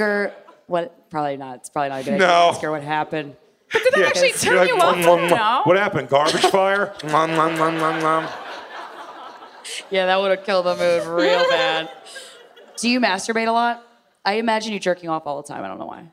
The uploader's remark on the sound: TODAY'S EPISODE WAS RECORDED LIVE IN FRONT OF A #FUCKER AUDIENCE AT THE JUST FOR LAUGHS FESTIVAL IN MONTREAL, CANADA!